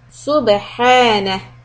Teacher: The ba is going to be قلقله، but before the ba we have a sukoon, so we are making a round shape with the lips on su, and then need to flatten it for the ba